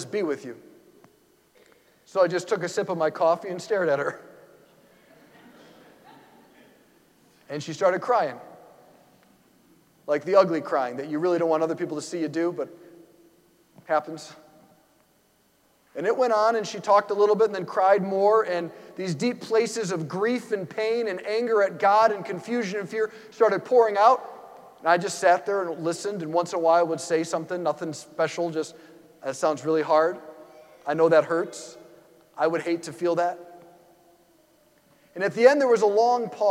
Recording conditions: large echoing room